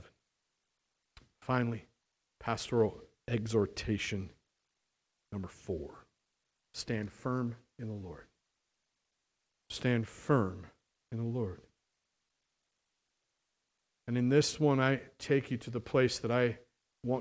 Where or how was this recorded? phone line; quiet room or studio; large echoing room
large echoing room